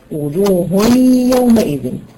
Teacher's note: ده يسمى إدغام بغنة ويغنى بمقدار حركتين